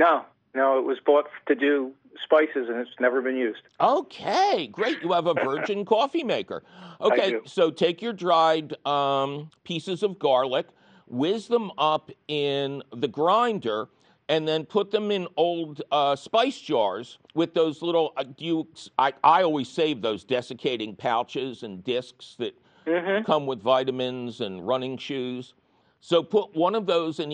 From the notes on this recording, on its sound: your fabulous phone calls!